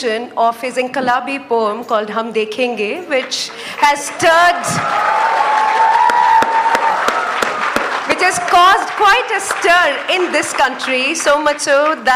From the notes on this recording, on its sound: A live session from #JaipurLitFest2020.